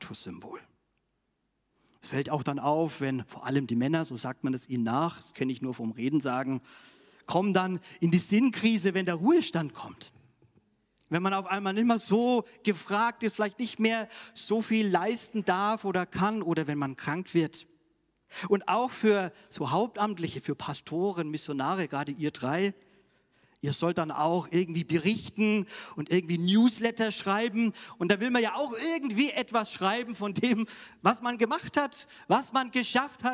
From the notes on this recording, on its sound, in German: aus dem Classic-Gottesdienst der Missionsberg-Gemeinde (LM) vom 10.